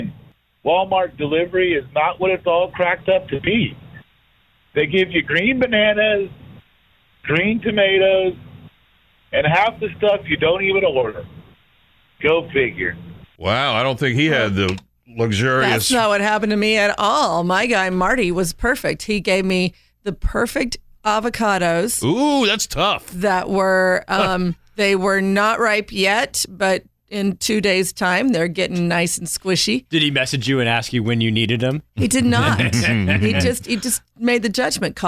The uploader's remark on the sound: the phone calls get a little weird